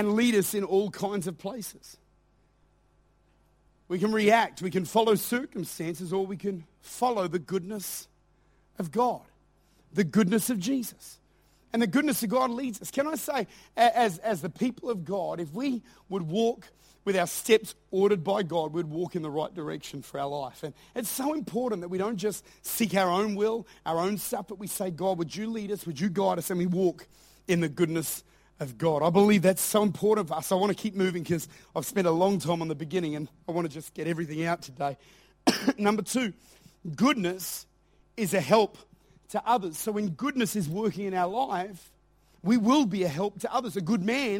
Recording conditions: large echoing room